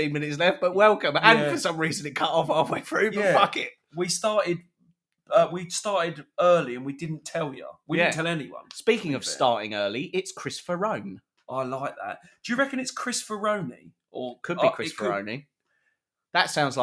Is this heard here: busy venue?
no